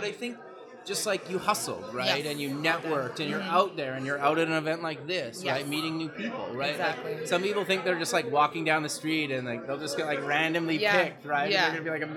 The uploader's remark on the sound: Live at the MEAs